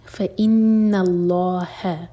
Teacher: لام جلالہ ہیوی اور اس کے بعد ہ لائٹ فإن اللہ اس کو ہا ساؤنڈ نہیں دینا ہے یہ لائٹ